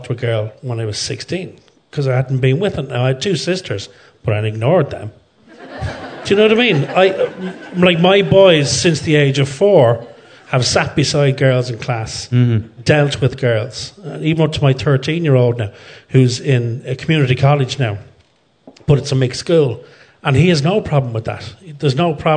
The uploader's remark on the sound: In front of a packed Sugar Club in Dublin